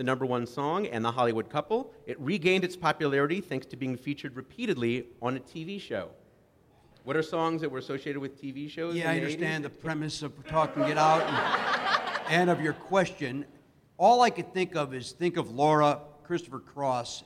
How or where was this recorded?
busy venue